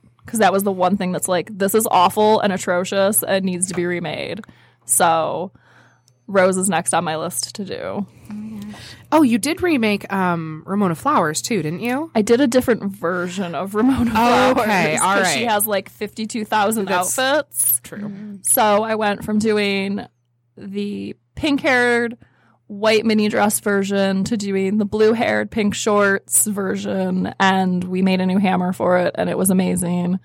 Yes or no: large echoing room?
no